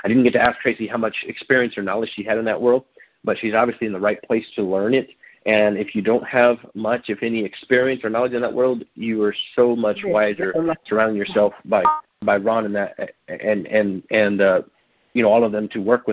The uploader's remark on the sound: Gold Club Q&A Call